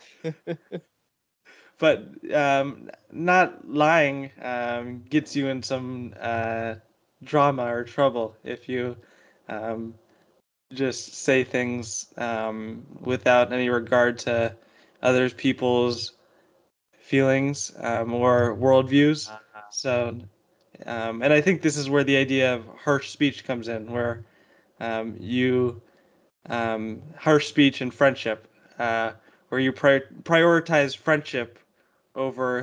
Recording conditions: video call